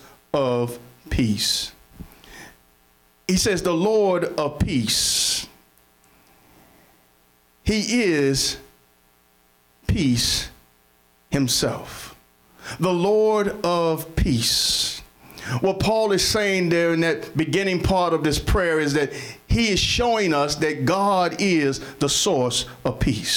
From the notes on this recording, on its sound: Sermon preached from Wesley AME Zion Church.